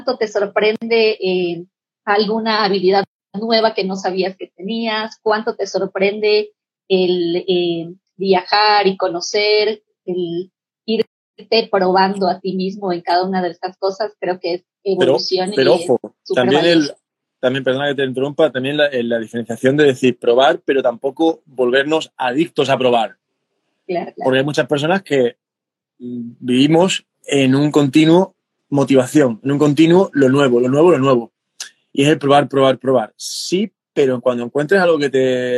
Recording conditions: video call